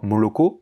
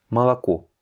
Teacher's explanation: C'est-à-dire que les deux premiers O, comme ils ne sont pas accentués, hein, il n'y a pas de syllabe, enfin, c'est pas eux qui sont accentués, c'est le dernier, eh bien ces deux premiers O là, ils vont se prononcer comme un A parce qu'ils ne sont pas accentués · Shown in: second take